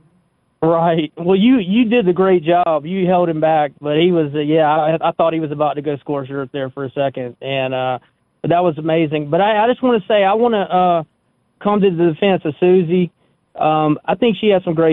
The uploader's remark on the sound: we continue with more of your phone calls